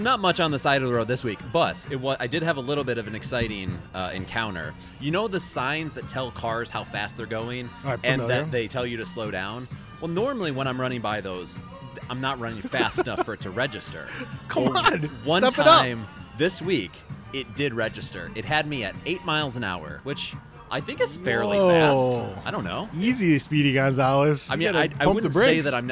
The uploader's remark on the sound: live at Mootz Pizzeria + Bar on Library Street, downtown Detroit